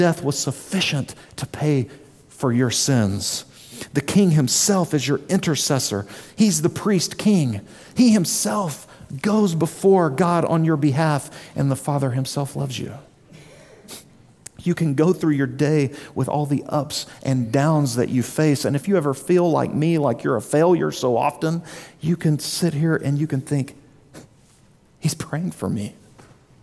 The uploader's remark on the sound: Sermon delivered at Immanuel Baptist Church in Springdale, AR on August 27, 2023